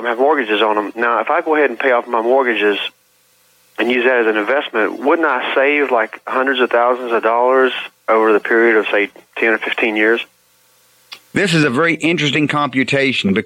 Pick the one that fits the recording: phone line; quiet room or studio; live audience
phone line